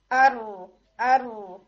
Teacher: ٹھیک ہے، ہلکی سی، بالکل ہلکی سی وہاں پہ اسپیس کریٹ کرنی ہے. را کو مخرج سے ہلانا نہیں ہے، وہاں ہلکی سی اسپیس دے کر آپ نے ونس اور ٹوائس ٹرل کرنا ہے، وائبریٹ کرنا ہے ساؤنڈ کو · Term: تکرار